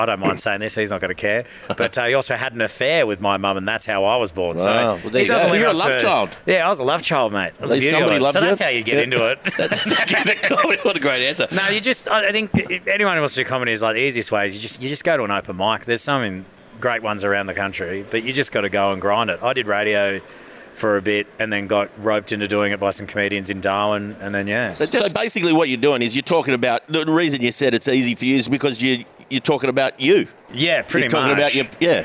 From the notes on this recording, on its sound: This podcast was recorded at Bamfords Kirribilli